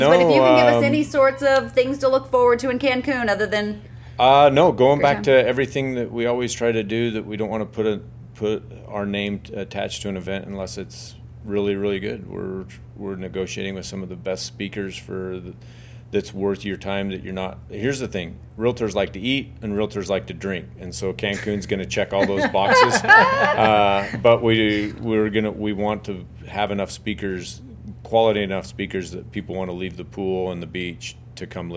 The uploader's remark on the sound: on-site at the MR conference